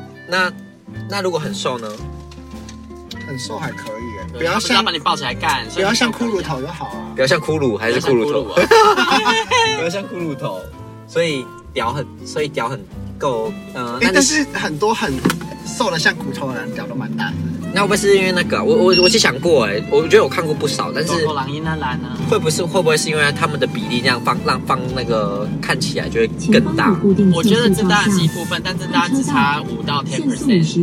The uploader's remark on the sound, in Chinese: 錄音開車。開車錄音。